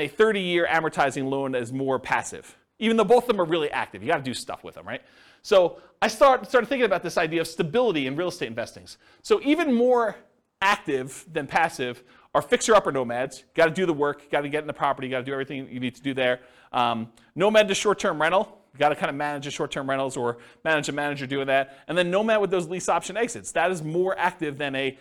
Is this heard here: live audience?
yes